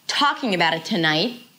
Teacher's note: the talking is important. So that's going to be the peak in terms of the pitch